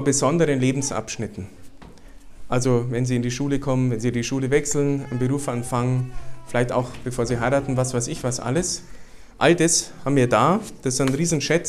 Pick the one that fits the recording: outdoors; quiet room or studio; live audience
live audience